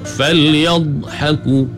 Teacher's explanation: Makhraj bagi huruf dha ni, dia memanjang, ada sifat istitalah bagi dha.